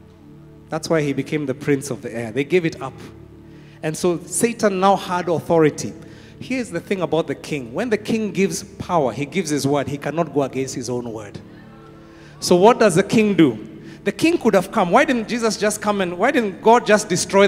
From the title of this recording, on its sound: Preached at Worship Harvest Camp, Kampala